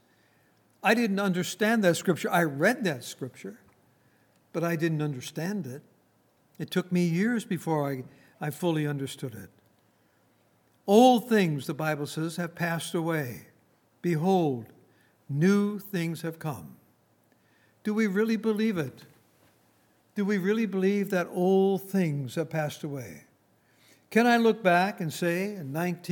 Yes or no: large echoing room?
yes